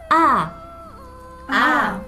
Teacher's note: 日本語のあよりもうちょっと喉の奥の方から広く開いて